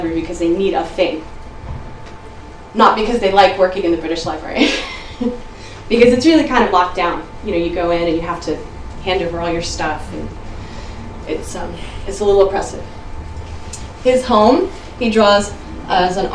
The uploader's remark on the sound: Speaks at the SRHE Digital University Network event The digital and the material: mapping contemporary student practices.